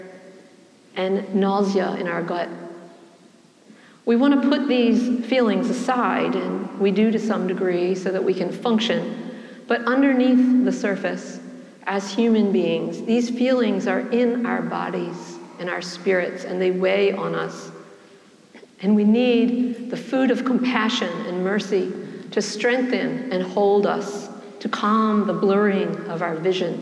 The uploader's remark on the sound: preached at the celebration of the Holy Eucharist on the Twentieth Sunday after Pentecost